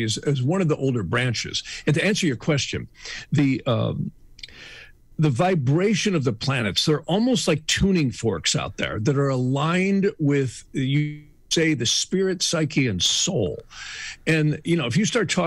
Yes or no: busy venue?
no